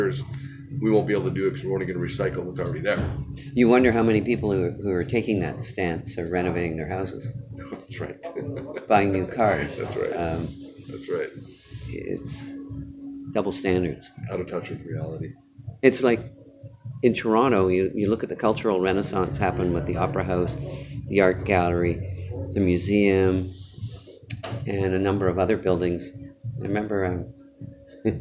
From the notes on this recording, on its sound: Recorded live on the sidelines of the Silver & Gold Summit in San Francisco in late October 2018.